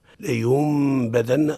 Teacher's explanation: نون ساكنة أتت بعدها باء، حكمها الإقلاب، ونجد فوق النون ميما صغيرة تقلب، تقرأ ميما خالصة